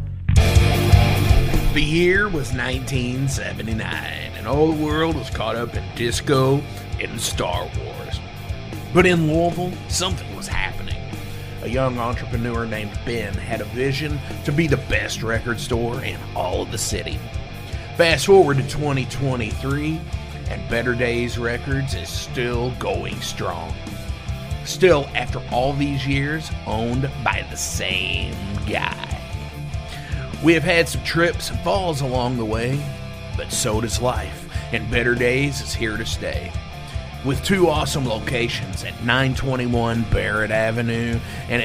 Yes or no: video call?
no